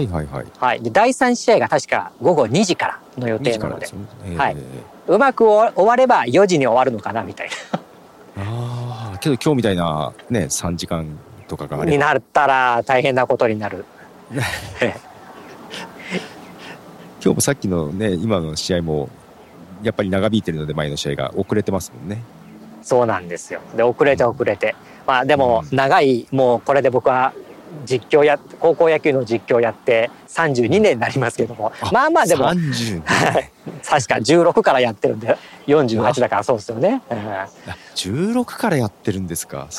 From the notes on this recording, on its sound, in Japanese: 高校野球の地方大会の会場から、高校野球の実況後に収録予定。高校野球の熱気が伝わるかもしれません。